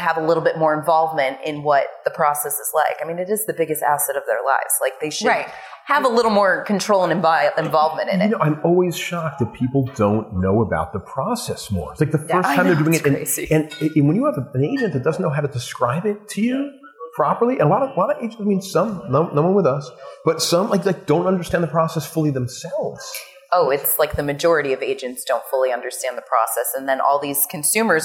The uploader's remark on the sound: live from Inman